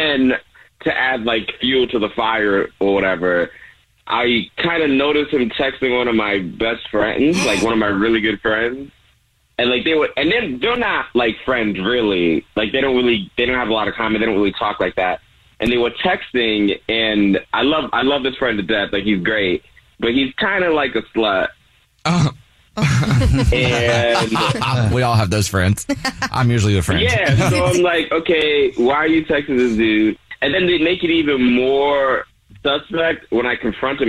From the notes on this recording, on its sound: One of our listeners is on the phone